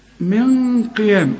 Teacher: النون بعدها حرف مفخم يبقى حنفخم الغنة